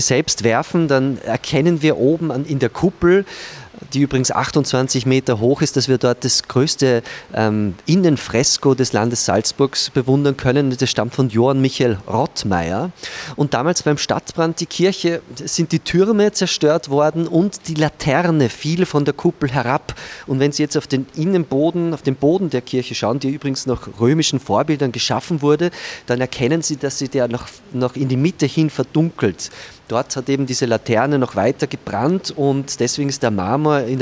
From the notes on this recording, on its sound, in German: Laden die "Salzburger Nachrichten" zum Live-Podcast in den SN-Saal. Eine Folge vor Publikum.